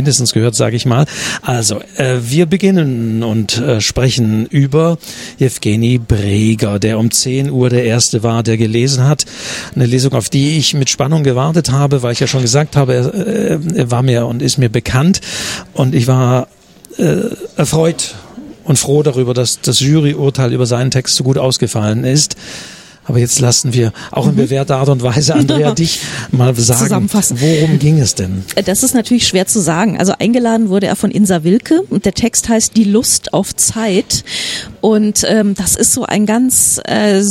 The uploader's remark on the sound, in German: Nach der Podcast-Aufnahme im Hinterhof des ORF. Beim Bachmannpreis 2023.